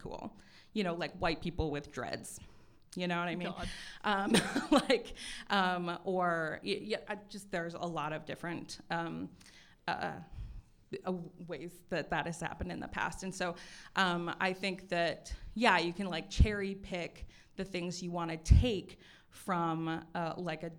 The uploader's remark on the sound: LIVE AT TREEFORT MUSIC FEST 2023. Live from Podfort at Treefort Music Fest 2023.